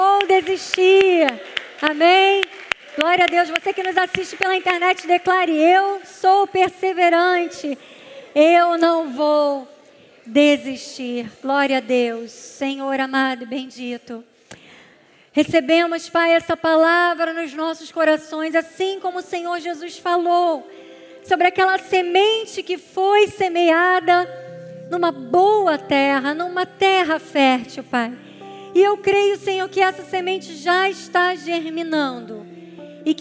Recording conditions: large echoing room